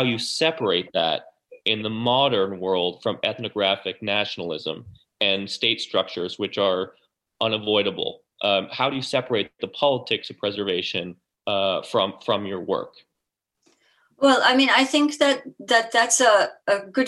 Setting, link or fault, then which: link, video call